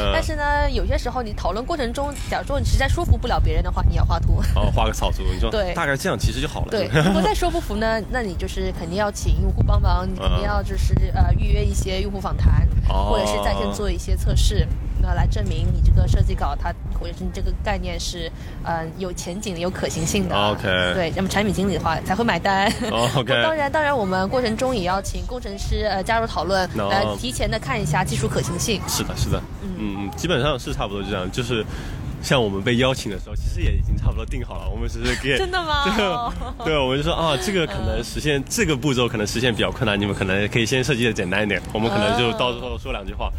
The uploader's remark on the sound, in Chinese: 户外录音，稍有杂音